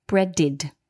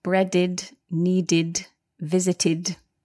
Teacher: And breaded, now bread ends in a d, which is this dental consonant. So the ed is pronounced id